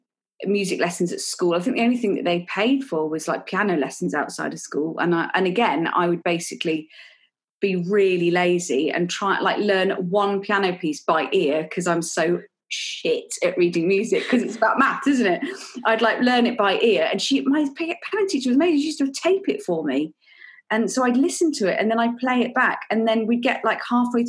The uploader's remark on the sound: This episode was recorded over Zoom